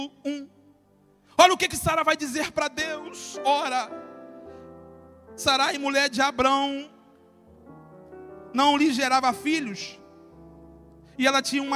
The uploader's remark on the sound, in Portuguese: CULTO DE LOUVOR E PALAVRA AO VIVO